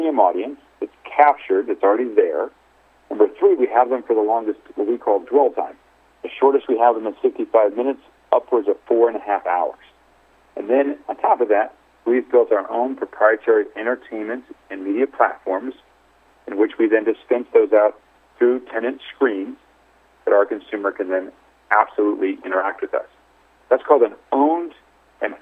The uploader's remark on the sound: called in to SmallCapVoice